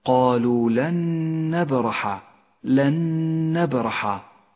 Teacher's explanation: نبدأ بالإدغام المتماثل، وهو إدغام بغنة، في قوله تعالى: قالوا لن نبرح، لن نبرح، أدغمت النون الساكنة بالنون المتحركة فصارتا نونا واحدة مشددة، لونت بالأخضر لأنها تغن بمقدار حركتين.